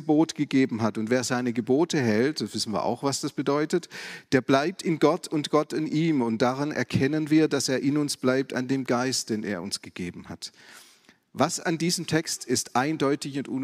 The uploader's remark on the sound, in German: aus dem Classic-Gottesdienst der Missionsberg-Gemeinde